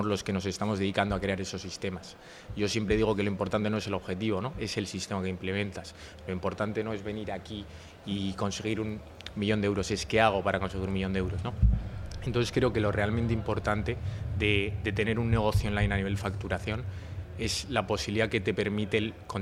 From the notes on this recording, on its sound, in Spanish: Tercero de los seis episodios especiales grabados en Bventure 2022, el mayor evento de emprendimiento de la zona norte.